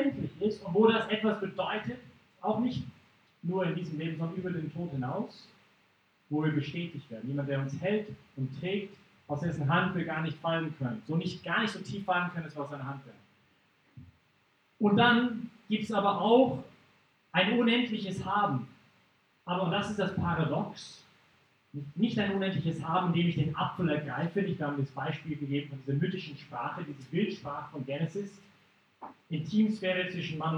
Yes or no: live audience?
yes